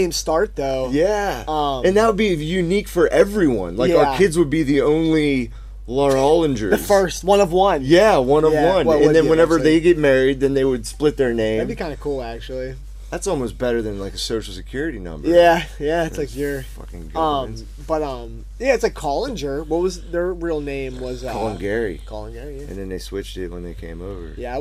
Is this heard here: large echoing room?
no